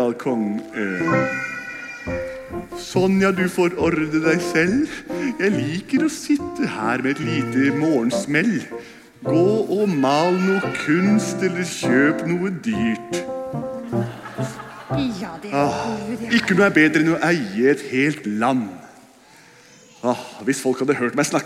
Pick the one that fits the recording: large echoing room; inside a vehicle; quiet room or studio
large echoing room